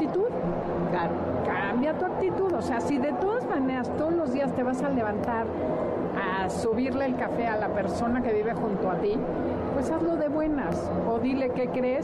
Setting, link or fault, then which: setting, busy venue